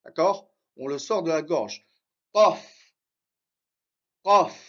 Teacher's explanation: Et là, le qaf, on le sort de la gorge. D'accord? On le sort de la gorge.